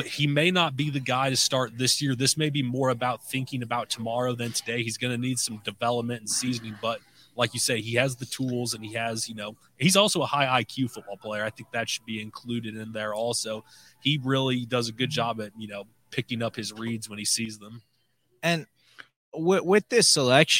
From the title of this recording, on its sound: Live from the NFL Draft Night 2